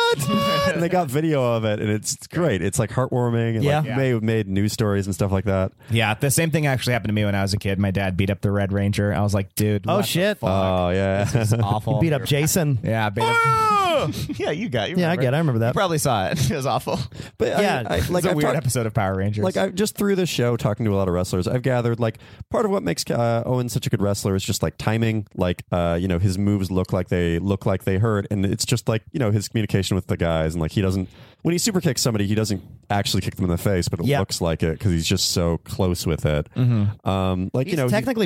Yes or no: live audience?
no